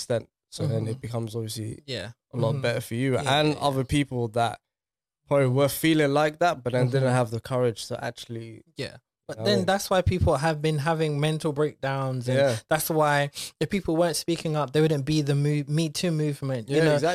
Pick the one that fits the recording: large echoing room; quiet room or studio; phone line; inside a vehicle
quiet room or studio